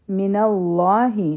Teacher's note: من الله، لام جلاله به غټ وایو. فأتاهم الله، تا به دوه هر کا راکاږو او لام جلاله به غټ وایو.